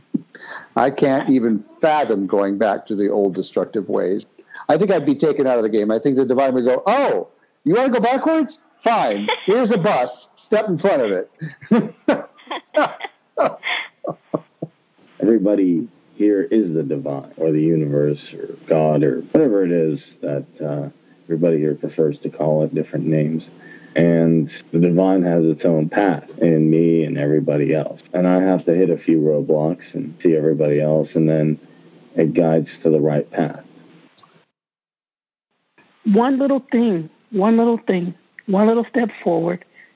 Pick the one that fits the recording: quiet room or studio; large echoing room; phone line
phone line